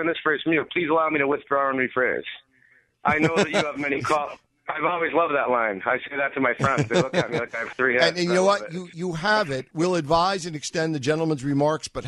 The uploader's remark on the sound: lots and lots of your phone calls